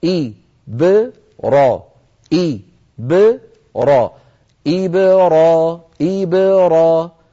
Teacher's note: ننبه على هذه اللفظة لأن فيها باء ساكنة مقلقلة مسبوقة بكسرة وبعدها فتحة، فعلى القارئ أن ينطق هذه الباء ساكنة مقلقلة غير متأثرة بالكسرة قبلها إي ولا بالفتحة بعدها را، فلا يقول إبراهيم متأثرا بالكسرة، ولا يقول إبراهيم متأثرا بالفتحة التي بعدها، بل يسكن ويقلقل. · Term: القلقلة